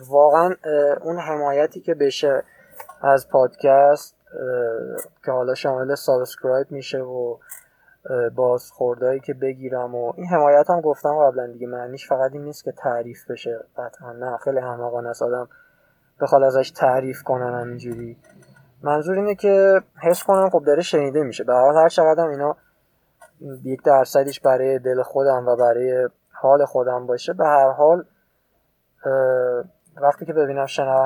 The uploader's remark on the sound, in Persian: این اولین اپیزودیه که پشت فرمون و در حال رانندگی ضبط کردم و یکم دوست داشتم تو ترافیک شب عید.